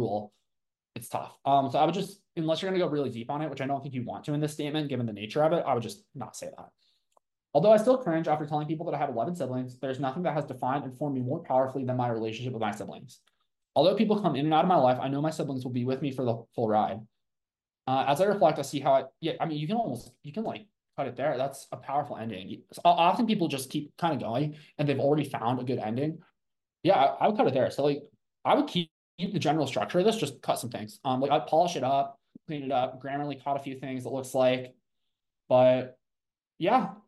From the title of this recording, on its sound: from Live Zoom Session